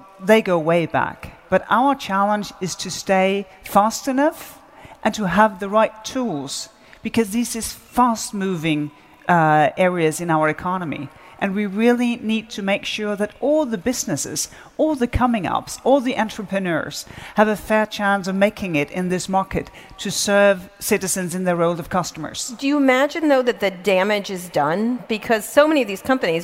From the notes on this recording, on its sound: in front of a live audience at Web Summit 2017 in Lisbon, Portugal